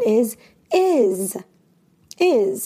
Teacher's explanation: the s sound has the z pronunciation